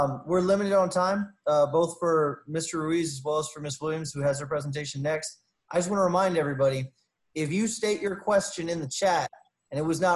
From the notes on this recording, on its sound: U.S. SBA & UTSA SBDC Accelerator Zoom Webinar.